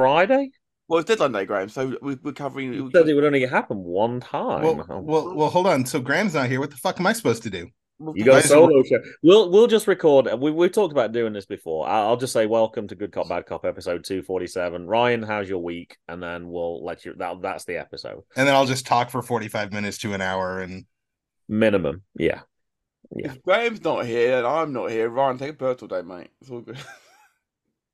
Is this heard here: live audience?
no